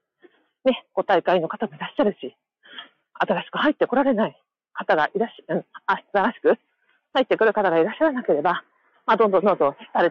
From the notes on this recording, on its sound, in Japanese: 初のライブ配信やってみました。歩きながらです。音悪いので、聞きづらかったらごめんなさい。